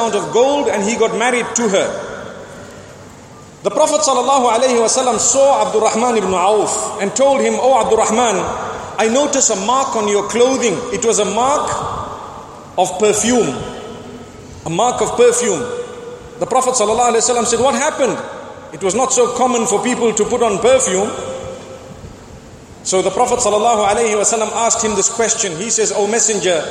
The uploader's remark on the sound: Delivered at Tuanku Mizan Zainal Abidin Musjid